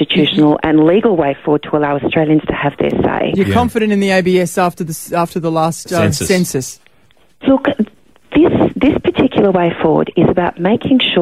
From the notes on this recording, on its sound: this morning on the phone